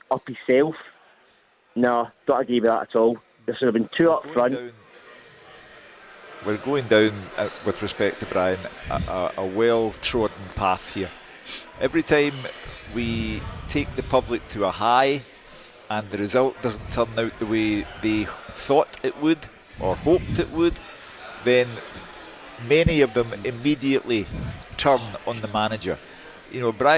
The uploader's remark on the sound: live from Scotland HQ at Drygate Brewery